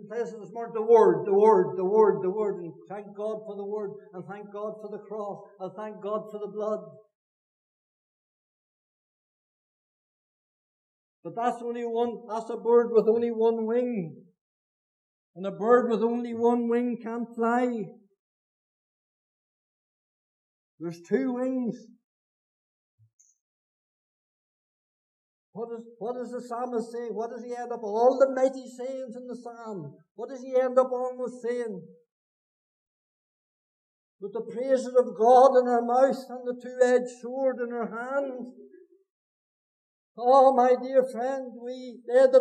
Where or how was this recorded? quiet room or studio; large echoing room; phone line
large echoing room